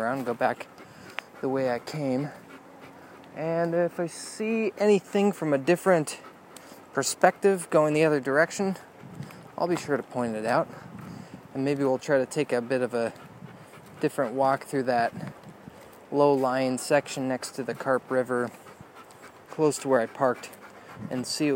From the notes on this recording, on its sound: South Trails Pt. 1 - Carp River Loop. Walking Along da Carp. River Sounds.